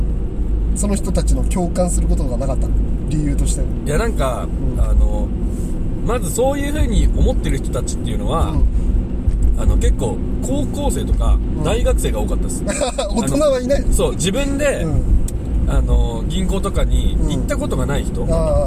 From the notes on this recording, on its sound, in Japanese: ３周年記念北見オフラインに向かうドライブ収録！